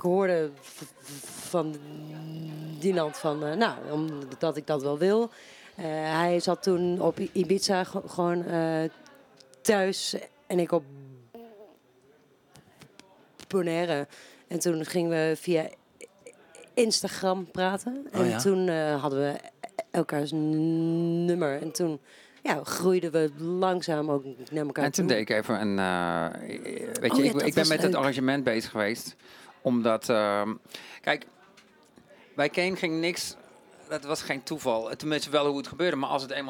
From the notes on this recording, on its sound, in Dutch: in de Kleinste Kroeg, backstage bij De Vrienden van Amstel LIVE